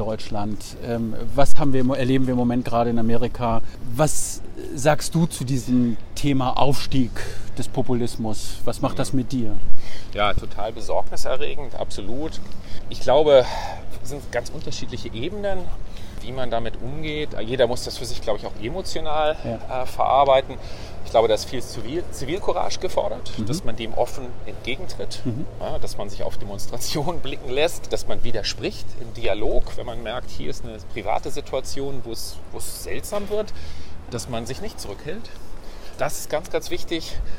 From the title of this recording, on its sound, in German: Auf einen Spaziergang